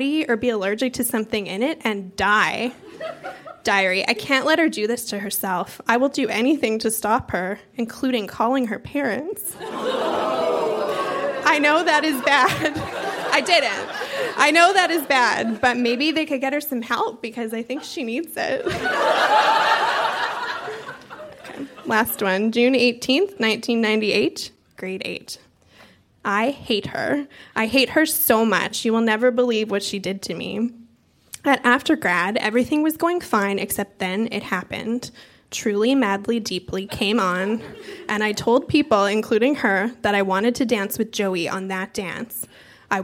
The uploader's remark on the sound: Recorded live at TWH Social in Kitchener.